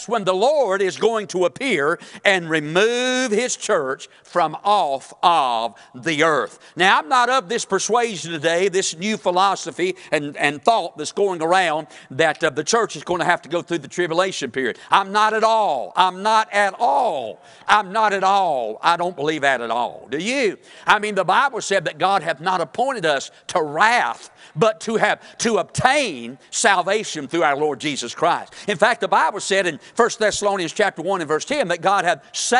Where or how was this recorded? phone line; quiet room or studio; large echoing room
large echoing room